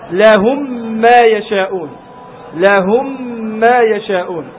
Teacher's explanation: تسمع ميم واحدة مشددة لهم ما يشاءون لهم ما يشاءون، فنسمع ميم واحدة مشدد · Term: الإدغام